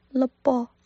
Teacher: 重音在波，在后面那个波，所以前面了是轻轻的带过，了波。好，下一个呢是有点难。很多非粤语的朋友在发这个音的时候呢，就发成了另外一个音。那其实他是没有掌握到气流。这个音呢叫做"食"，食